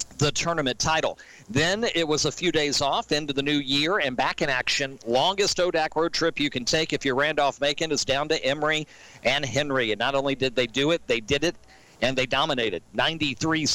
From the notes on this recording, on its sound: As heard LIVE on 102.9 The Mater live at Sports Page Grille in Ashland.